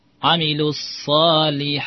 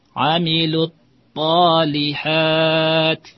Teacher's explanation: Atau merubah sod menjadi ta